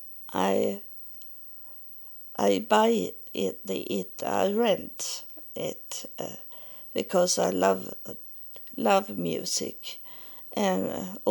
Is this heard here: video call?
no